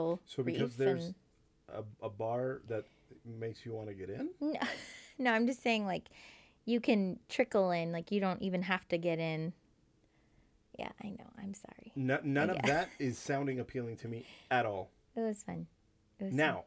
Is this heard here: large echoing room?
no